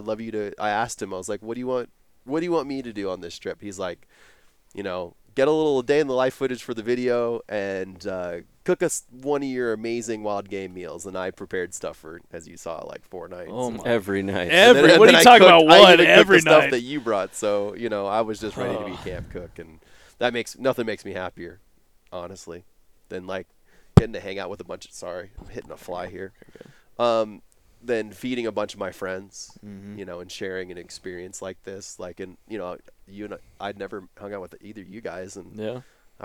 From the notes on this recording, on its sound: LIVE in Oklahoma from our wall tent